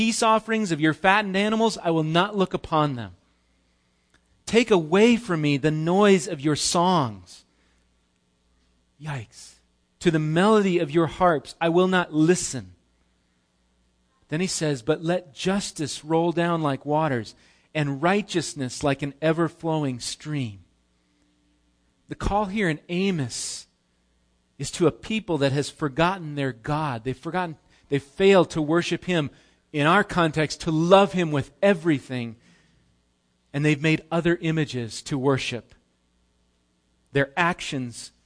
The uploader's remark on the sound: Recorded live at Bethany Bible Church on 5/27/18